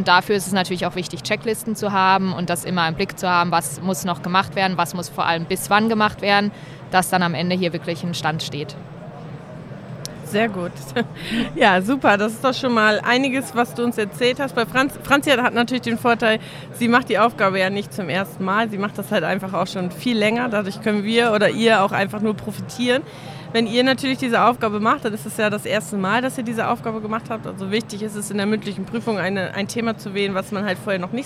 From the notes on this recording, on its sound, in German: Live von der Didacta in Stuttgart